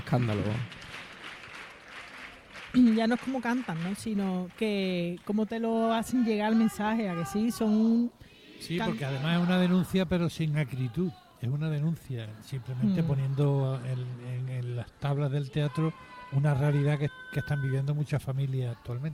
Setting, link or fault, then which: setting, live audience